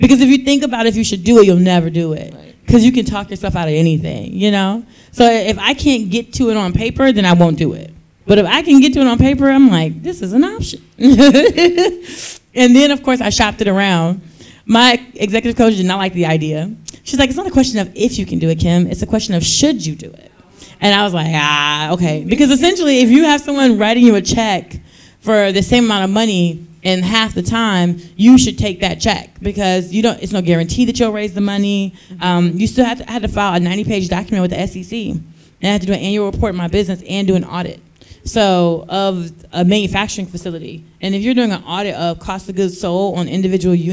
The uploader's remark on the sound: Our live recording at the She's Got Drive event at Recycled Modern in Hyde Park.